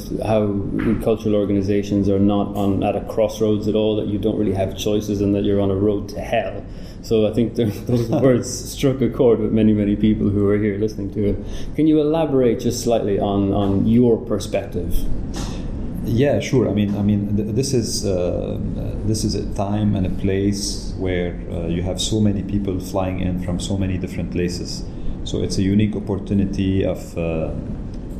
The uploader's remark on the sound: This interview was recorded at the World Summit on Arts & Culture in Malta organised by IFACCA and Arts Council Malta.